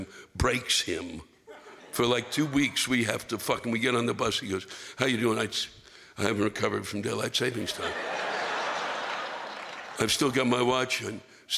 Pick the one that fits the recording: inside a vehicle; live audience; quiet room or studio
live audience